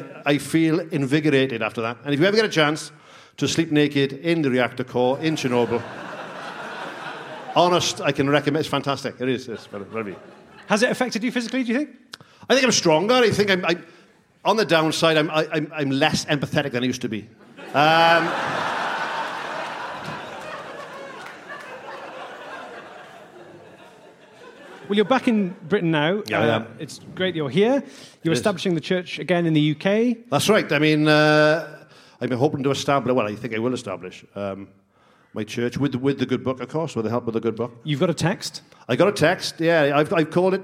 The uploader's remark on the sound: Live At The European Barn Doors And Gates Expo. This live episode, recorded at this year's European Barn Doors And Gates Expo.